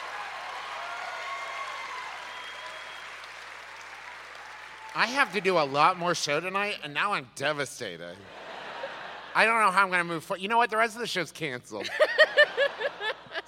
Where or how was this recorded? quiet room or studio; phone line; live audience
live audience